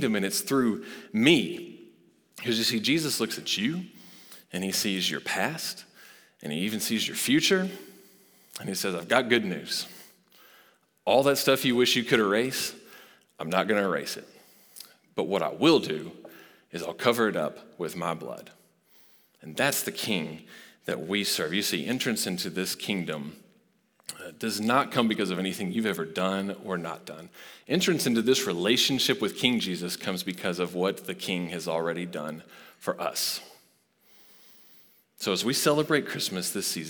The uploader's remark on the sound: Recorded live at Long Hollow Church.